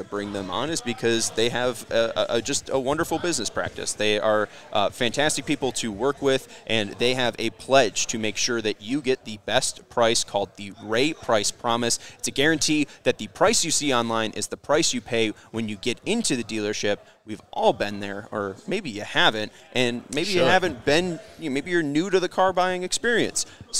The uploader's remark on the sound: LIVE from Circa Resort and Casino